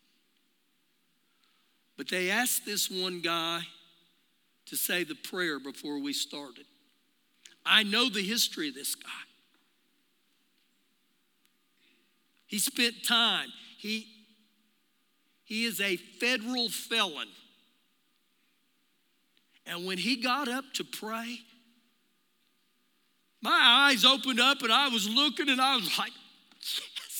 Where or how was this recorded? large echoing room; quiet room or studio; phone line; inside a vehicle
large echoing room